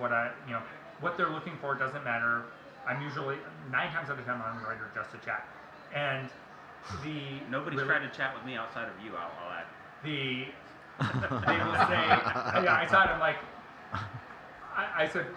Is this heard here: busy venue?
yes